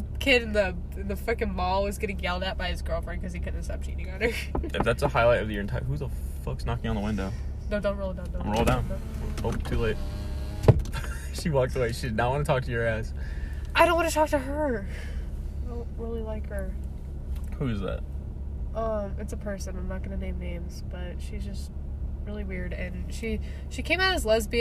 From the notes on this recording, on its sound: This is a podcast where I hang out with friends in my car before school starts and talk about whatever is on our minds.